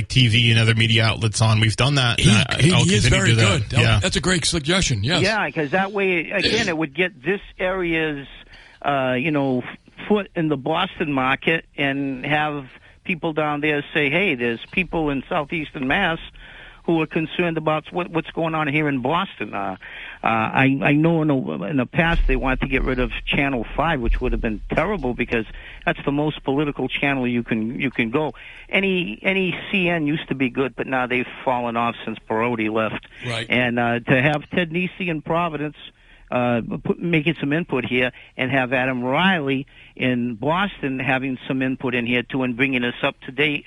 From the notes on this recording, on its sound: take calls from the audience